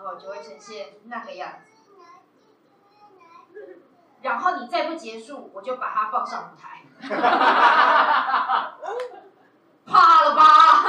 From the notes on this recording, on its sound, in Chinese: 我們先播出一段週五晚上OPENMIC現場的實況。特別感謝當晚看演出的觀眾朋友們。